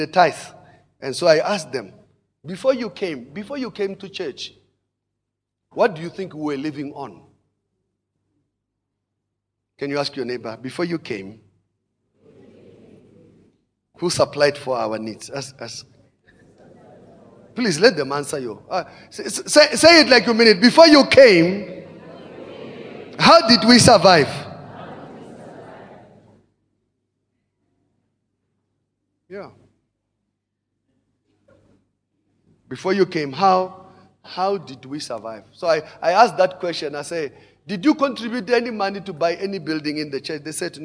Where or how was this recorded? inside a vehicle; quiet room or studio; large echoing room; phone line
large echoing room